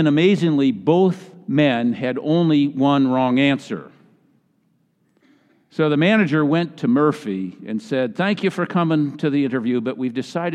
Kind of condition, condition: setting, large echoing room